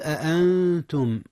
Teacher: أخفي النون قبل التاء، والتاء من حروف الإخفاء